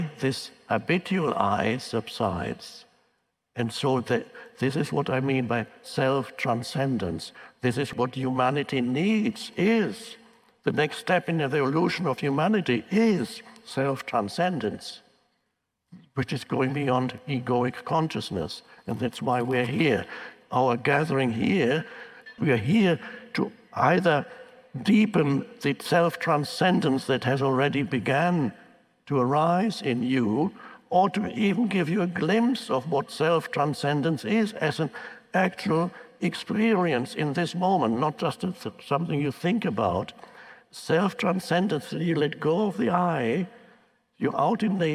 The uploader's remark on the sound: talks with an audience